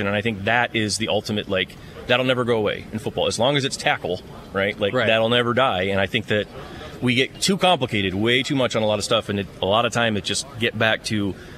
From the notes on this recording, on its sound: Live from the NFL Combine in Indianapolis. He's got several guests sit down with him.